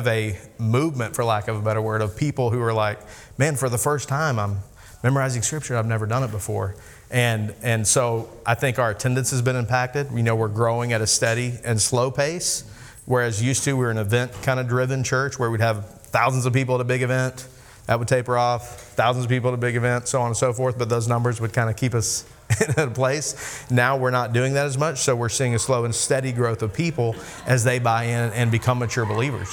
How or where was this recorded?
live audience